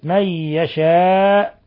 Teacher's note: من يشاء مد متصل، اتصلت الهمزة بحرف المد، تمد من 4 إلى 5 ويجوز إلى 6 حركات حالة الوقف عليها.